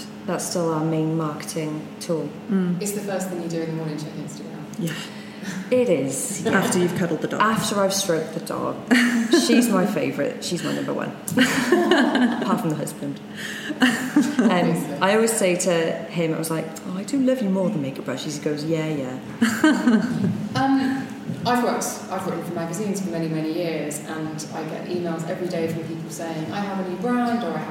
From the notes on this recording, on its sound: This episode of the show was recorded live at the Birchbox x Oliver Bonas Co-Working space in London.